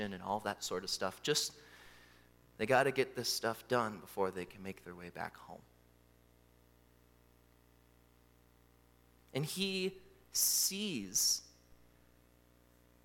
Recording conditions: large echoing room